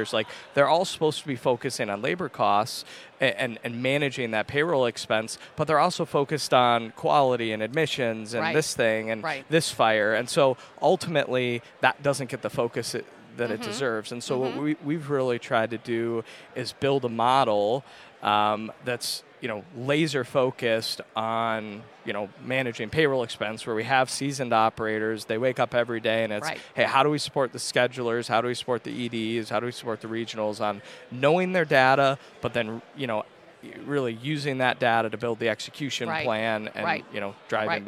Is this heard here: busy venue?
yes